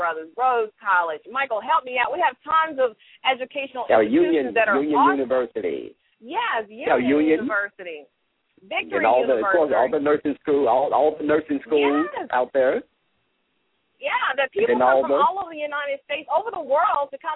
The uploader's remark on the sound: LML uses a progressive live call in format.